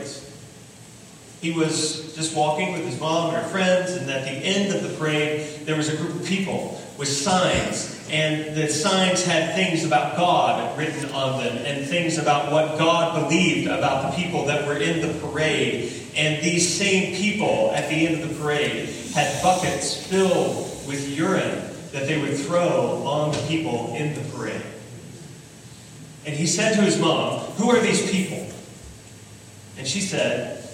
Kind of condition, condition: fault, poor sound quality